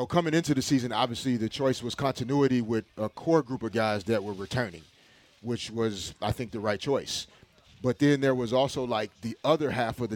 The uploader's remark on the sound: LIVE From Ralphs in Redondo Beach!